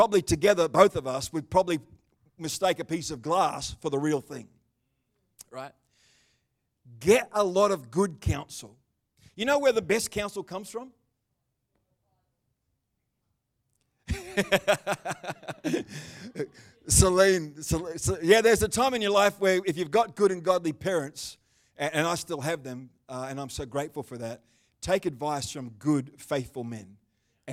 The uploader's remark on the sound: The livestream of Destiny Church Atherton.